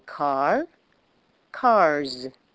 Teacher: If the word ends with a voiced, non-sibilant sound, the S is pronounced z